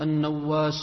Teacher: النواس بفتح النون وتشديد الواو